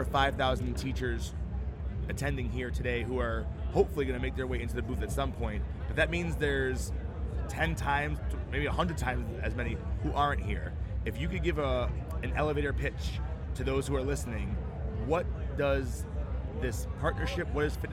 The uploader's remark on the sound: Live from SHAPE Nashville Day 2!